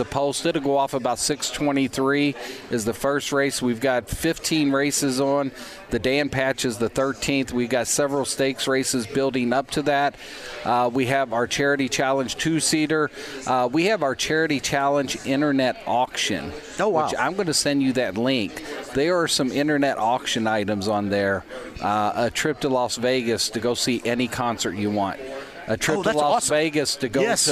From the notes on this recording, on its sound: Live From Harrah's Hoosier Park Racing & Casino! He then opens the phone lines up and takes a call on the Colts.